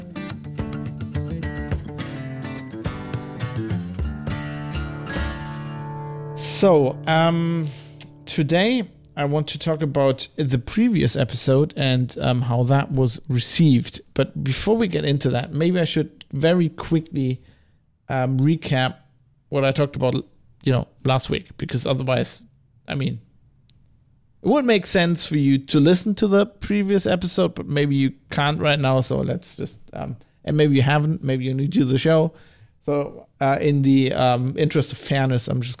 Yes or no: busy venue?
no